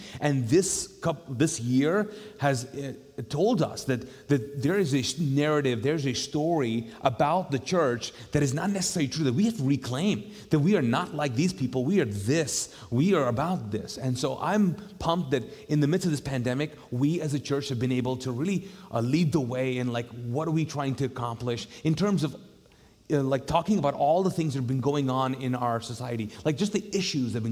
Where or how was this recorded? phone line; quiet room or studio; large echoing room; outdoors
large echoing room